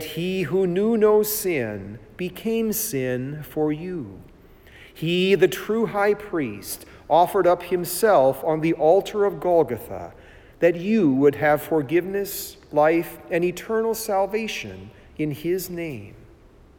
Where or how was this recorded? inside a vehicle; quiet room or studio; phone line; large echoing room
large echoing room